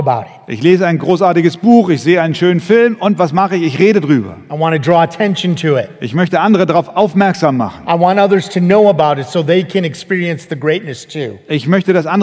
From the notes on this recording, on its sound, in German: Eine Predigt im Rahmen der Eckstein-Konferenz